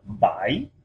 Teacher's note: this is a tone that falls and then rises, as if you're asking a question.